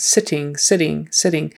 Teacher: It's a very soft. It's not really a D. It's not really an aspirated T. It's somewhere in the middle. So don't go so soft on your T's that they sound like D's, because it's really not the same.